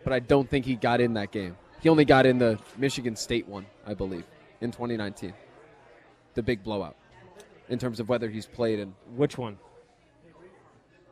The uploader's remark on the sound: live at Monk's in Sun Prairie